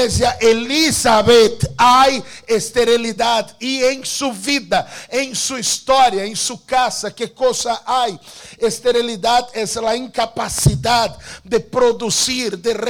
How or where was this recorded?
large echoing room